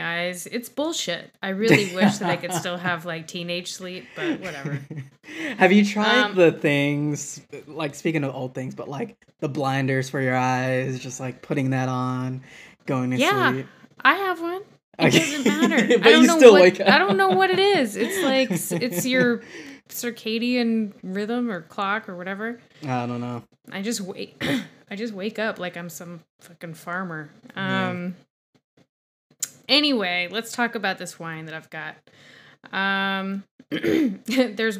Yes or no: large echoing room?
no